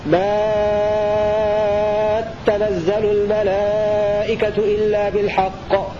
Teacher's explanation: تشديد التاء مع المد المشبع في الألف قبلها وصلا